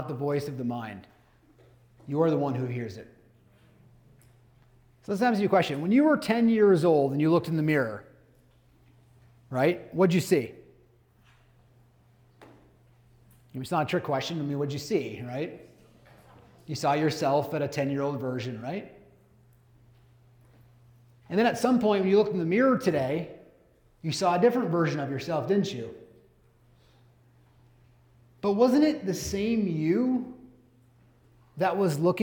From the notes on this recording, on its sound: Today’s bonus episode is a recording of a speech. At Livian’s annual Advance conference.